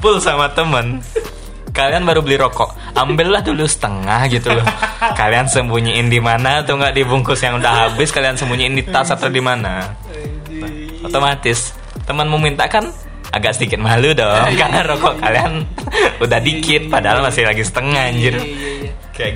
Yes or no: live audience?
no